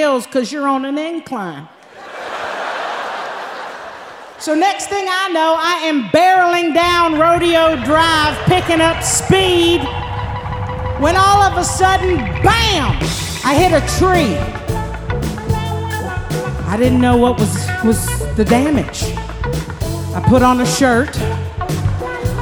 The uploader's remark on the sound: Performed live at The Paramount in Oakland.